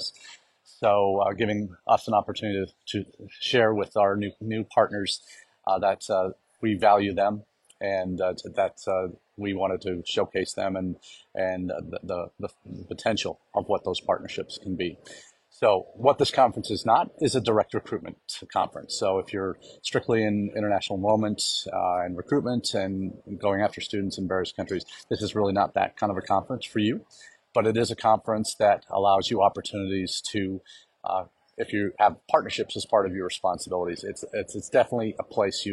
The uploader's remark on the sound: comes to you from Las Vegas, where the CAEI conference enters its 2nd of 3 days.